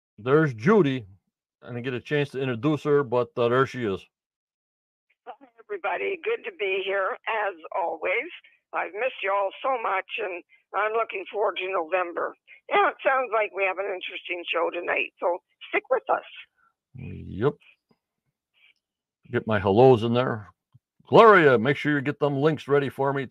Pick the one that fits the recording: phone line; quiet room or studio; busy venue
phone line